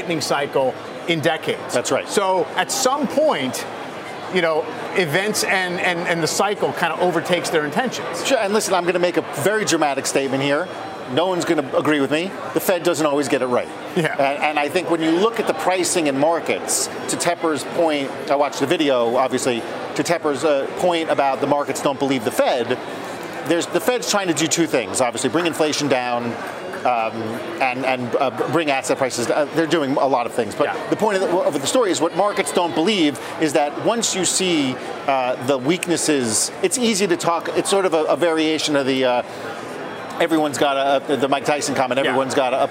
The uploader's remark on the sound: live from the New York Stock Exchange